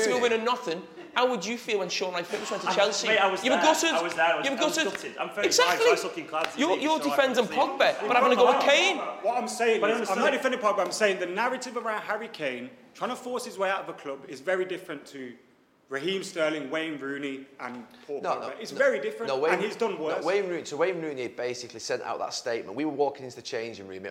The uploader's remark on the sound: Live Fan Debate